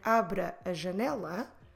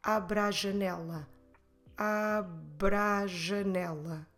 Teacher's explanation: Abra a. So when we say it normally, we tend to put these two a together in one just one sound. · Shown in: second take